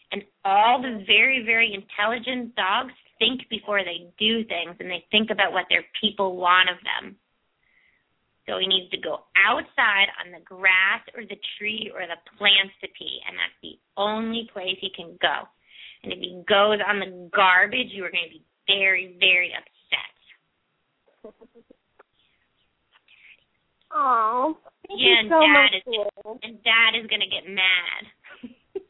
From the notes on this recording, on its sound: open up the lines for listeners to call